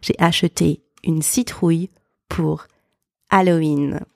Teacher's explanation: I know that you pronounce it in English, but in French, because we don't pronounce the H, it is silent.